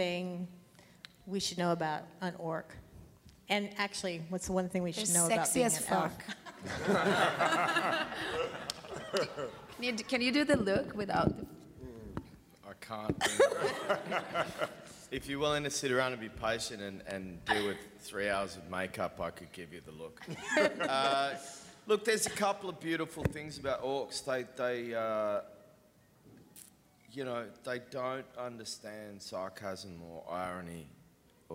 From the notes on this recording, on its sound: Press conference in Hall H at San Diego Comic-Con. An audio recording of the press conference.